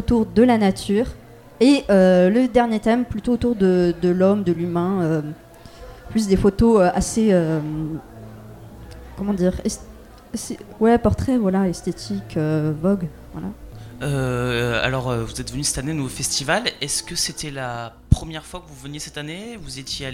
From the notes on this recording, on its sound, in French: Nouveau Festival 2023. Delta Fm est allée au Nouveau Festival à Cenon (33) pour donner la parole aux lycéens porteurs de projets, venus présenter leur travail.